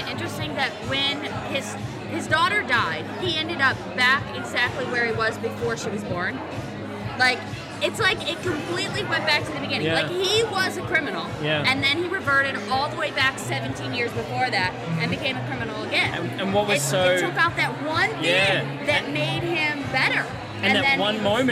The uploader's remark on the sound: live from the 2011 MTV Movie Awards Gift Suite